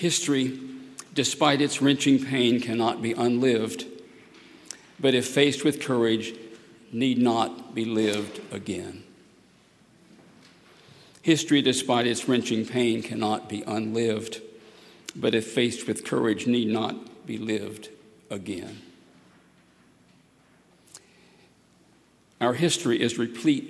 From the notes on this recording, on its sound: at Highland Baptist Church, Louisville, Kentucky